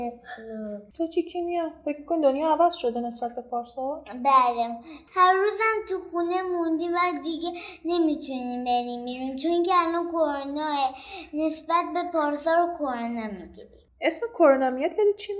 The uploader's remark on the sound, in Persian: اما یه معذرت خواهی بابت کیفیت صدا و نویزها. از شیطنت و تکون تکون خوردن بچهها تا تلاش ما برای اینکه توی محیط آشنا برای کودکان، پادکست رو ضبط کنیم که به حس و حال واقعیشون نزدیک تر باشه همه و همه دست به دست هم داده و باعث شده یه جاهایی کیفیت صدا نامناسب باشه.